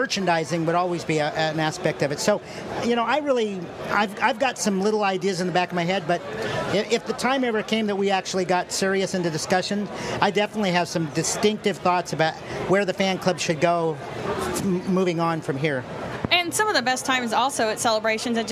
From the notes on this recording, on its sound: Coming to you live from the Sandtroopers.com booth on the convention floor